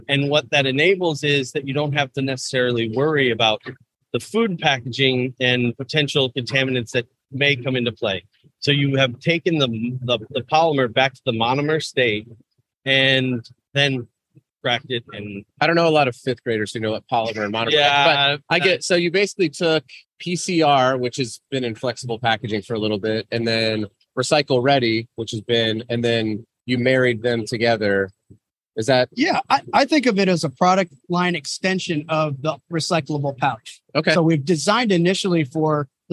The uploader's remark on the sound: Live from Pack Expo